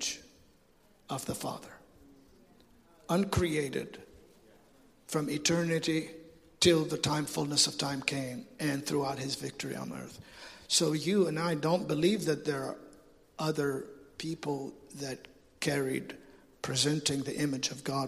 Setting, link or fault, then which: setting, large echoing room